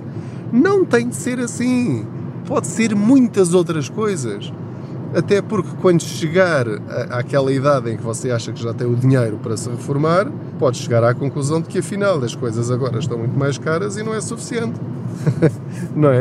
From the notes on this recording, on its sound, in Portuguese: Não ligue aos barulhos da viagem.